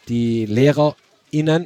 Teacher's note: die LehrerInnen, also mit dem glottalen Stopp